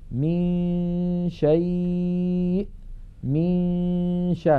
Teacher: من الميم ننتقل إلى مخرج الشين وننطق غنة من الخيشوم، فإذا انتهى زمن تلك الغنة نطقنا الشين. · Term: الإخفاء